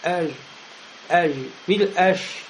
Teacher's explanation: И поэтому, когда джим оглушается, превращается в шин, потому что они выходят из одного махраджа. Это средние звуки, потому что выходят с середины языка.